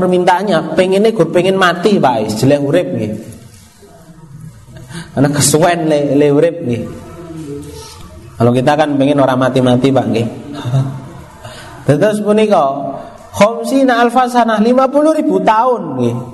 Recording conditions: live audience